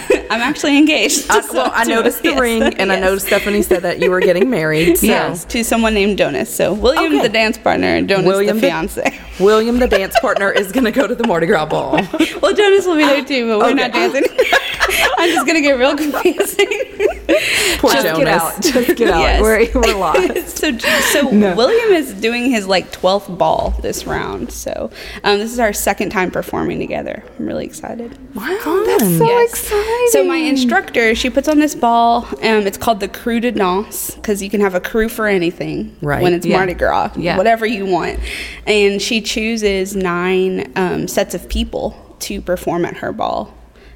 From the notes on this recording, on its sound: We put a microphone on an empty chair with us in the lobby and spoke to several people passing by and even met someone new.